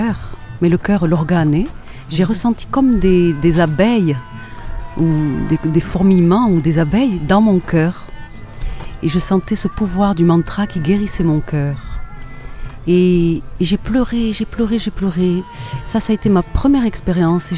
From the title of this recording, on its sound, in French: En Direct Du Bhakti Om Festival